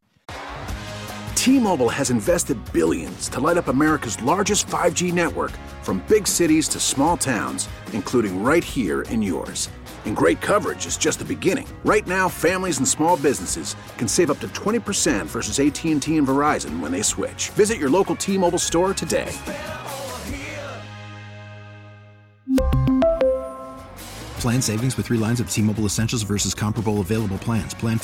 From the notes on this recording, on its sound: Live from Hollywood Kia.